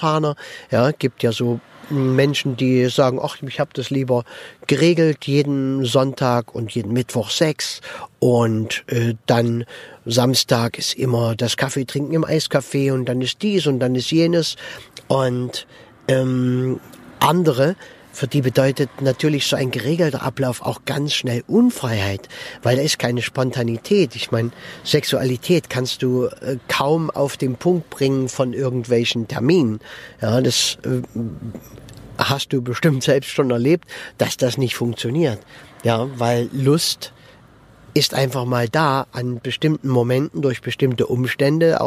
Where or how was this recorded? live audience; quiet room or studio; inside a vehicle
inside a vehicle